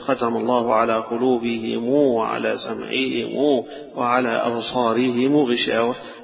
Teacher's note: وهذه فيها قراءات برضو في هذه الآية، ختم الله على قلوبهم وعلى سمعهم، يبقى اللي حيقرؤون بالصلة حيقروا هنا بالصلة فيها، ومعنى الصلة إن حيحول الميم المضمومة هنا أو الميم الساكنة حيحولها إلى إشباع للواو